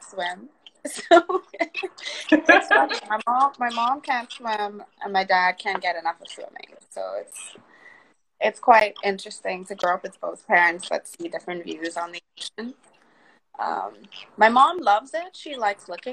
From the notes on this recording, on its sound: This podcast is created from Instagram Live recordings